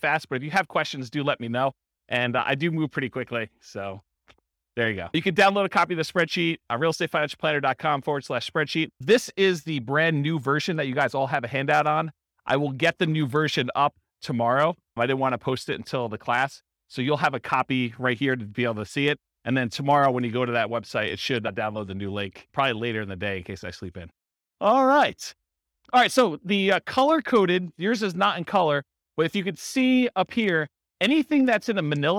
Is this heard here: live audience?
yes